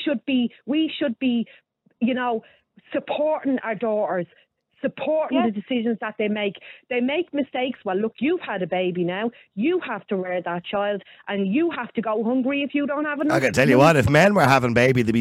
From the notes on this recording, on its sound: Open up the phone lines. The callers' responses are varied and passionate, reflecting the complexity of the topic.